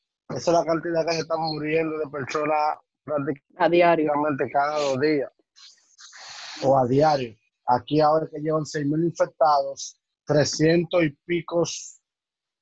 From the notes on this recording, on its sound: The audio is not the best.